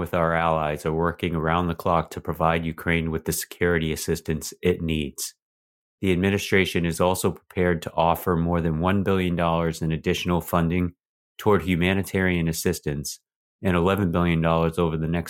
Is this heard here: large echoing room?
no